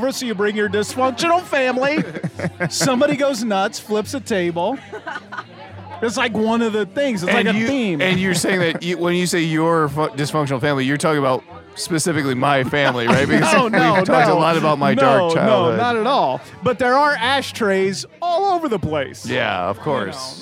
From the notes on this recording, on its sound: recorded their first Holiday Cocktail Party Episode at TikiCat (a Tiki bar in Westport that sadly no longer exists!